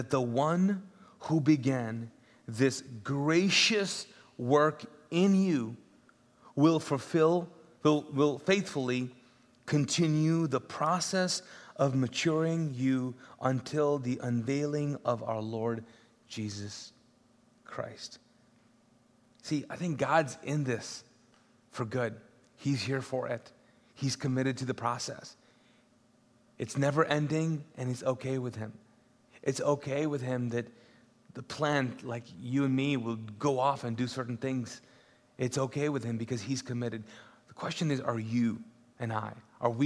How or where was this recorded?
large echoing room